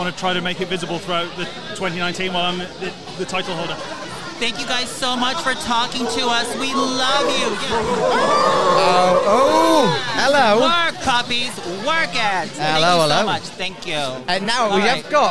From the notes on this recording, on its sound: We finally made it to our very first LIVE broadcast and what better place to do it than from the Prowler European Porn Awards 2019 at Fire in London. Were there on the Red Carpet interviewing the biggest names in the Porn Industry then again Stage side where the action was for Awards.